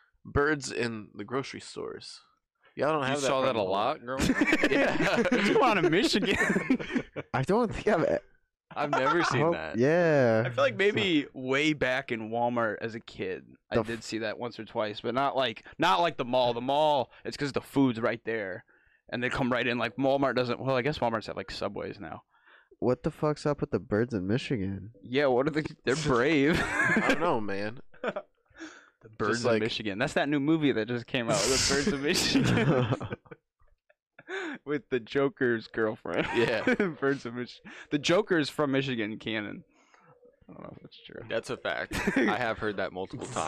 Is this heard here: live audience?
no